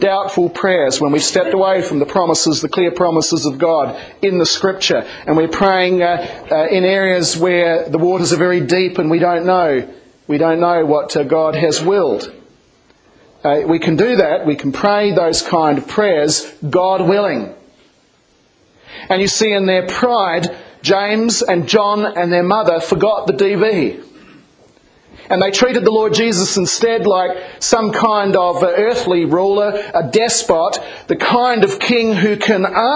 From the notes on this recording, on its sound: this was a sermon preached in 2007 07 29 in the Am service.